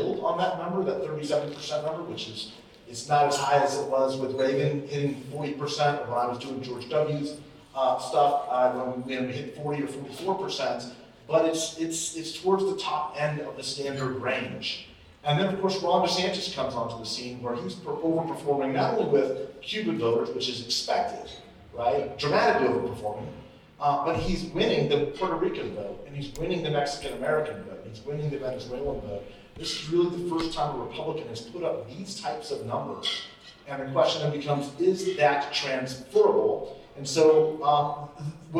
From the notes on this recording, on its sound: The Latino Vote - Live from Las Vegas. The Latino Vote Podcast is live from the Campaign and Election Awards in Las Vegas, Nevada.